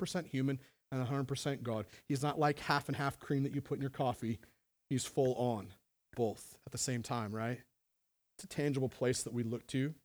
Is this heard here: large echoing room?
yes